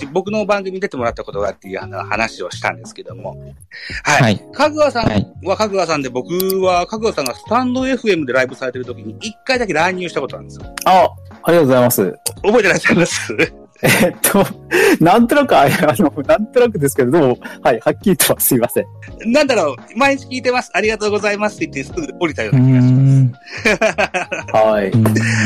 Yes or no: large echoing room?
no